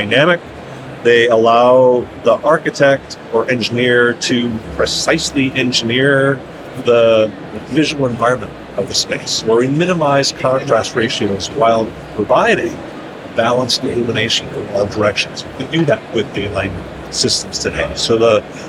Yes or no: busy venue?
yes